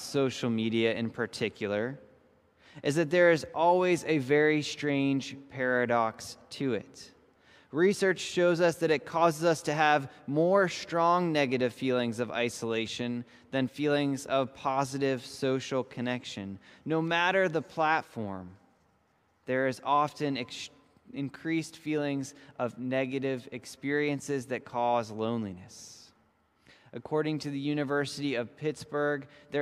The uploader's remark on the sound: This message was first preached on January 24th 2021 at Linglestown Life Church in Harrisburg PA.